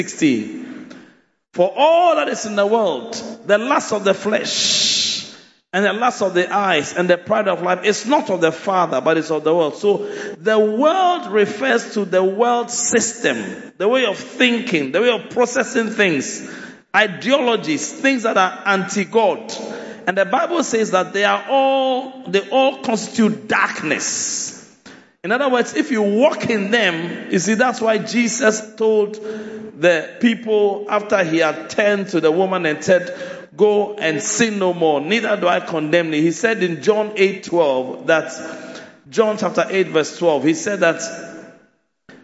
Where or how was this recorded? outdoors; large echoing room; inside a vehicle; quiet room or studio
large echoing room